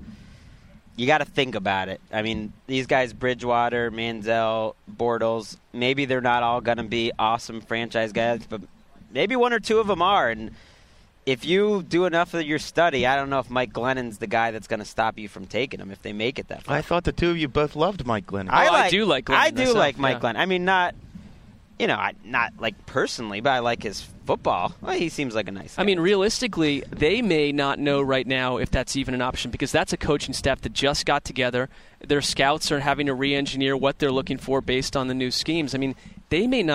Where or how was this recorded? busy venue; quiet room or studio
busy venue